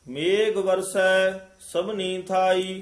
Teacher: ਇਸ ਨੂੰ ਮੇਘ ਉਚਾਰਨ ਕਰਨਾ ਘੱਗੇ ਦੇ ਨਾਲ ਮੇਗ ਨਹੀਂ ਕਹਿ ਦੇਣਾ ਮੇਗ ਕਵਾਂਗੇ ਤਾਂ ਗੱਗਾ ਲੱਗ ਜਾਏਗਾ ਘੱਗਾ ਉਚਾਰਨ ਕਰਨਾ ਹੈ ਮੇਗ